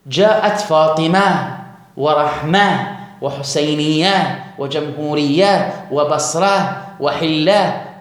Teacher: الأفصح أن تبدل الهاء، أن تبدل التاء هاء عند الوقف عليها